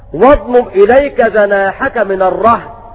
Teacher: بفتح الراء وسكون الهاء